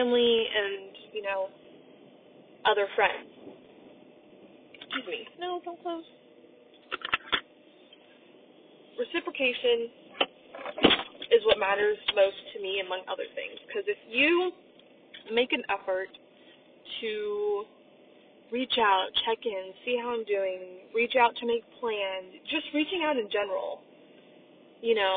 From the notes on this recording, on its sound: I also apologize for the audio quality.